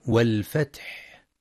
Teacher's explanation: ينتبه القارئ لهمس الحاء في والفتح